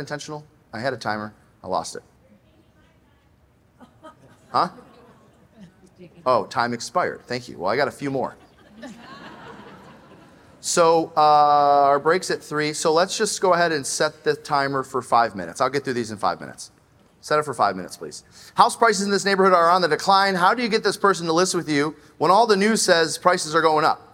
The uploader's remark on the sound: Join us live on stage. Every year, the Glover U audience has the opportunity to "stump the chump".